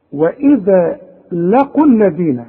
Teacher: لغيت الواو عند الوصل